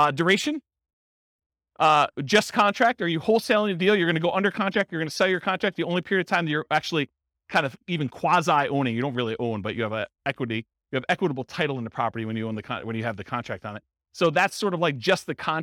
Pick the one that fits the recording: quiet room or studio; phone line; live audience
live audience